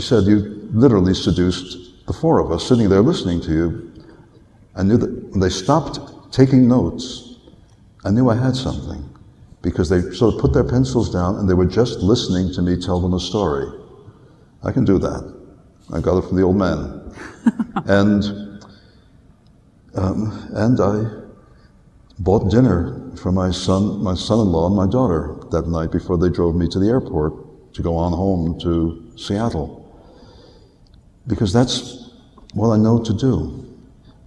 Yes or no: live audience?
yes